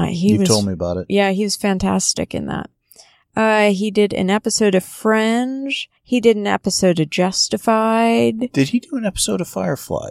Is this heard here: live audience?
no